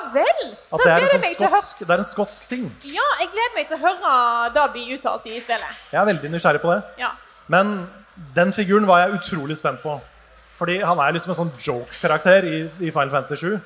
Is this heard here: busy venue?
yes